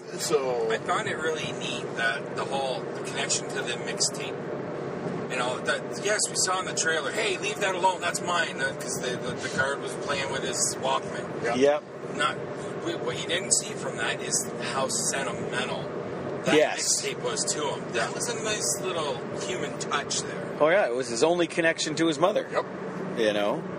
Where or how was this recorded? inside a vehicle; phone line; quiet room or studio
inside a vehicle